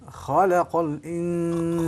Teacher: خلق اللام بين مفخمين، رقق اللام